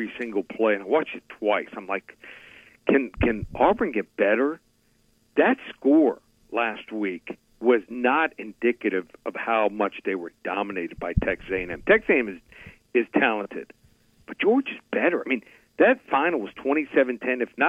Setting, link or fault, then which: link, phone line